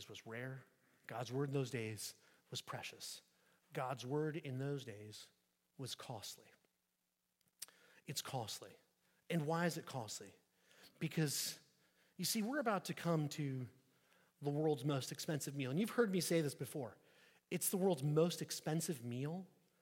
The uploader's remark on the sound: at St Peter the Fisherman, New Smyrna Beach